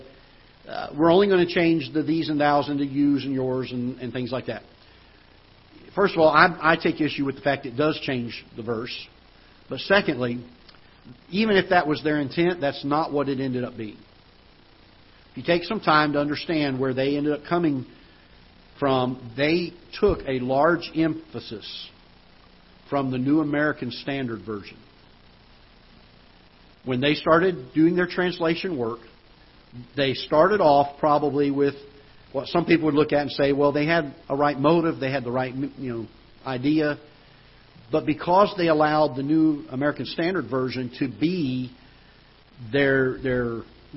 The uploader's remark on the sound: Ketha Heights Baptist Church ~ Live Broadcast